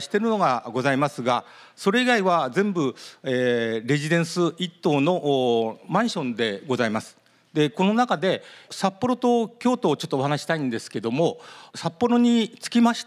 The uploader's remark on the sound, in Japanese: 東京・東銀座の時事通信ホールで行われた「ラジオNIKKEI 相場の福の神 注目企業ＩＲセミナー」